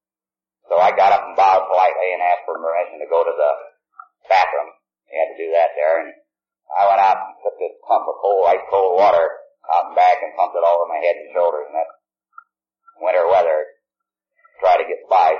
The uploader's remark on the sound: He is telling his story in San Francisco. At an unknown event. This recording has a harsher tone to it as many older recordings do, I was able to get the background hum out.